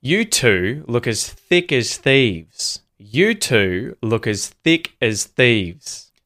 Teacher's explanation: You're going to hear as get reduced to just the schwa us, and thick and thieves get emphasized.